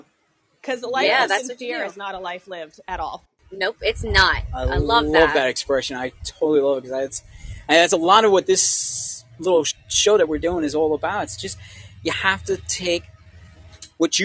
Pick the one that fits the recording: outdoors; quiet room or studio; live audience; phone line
outdoors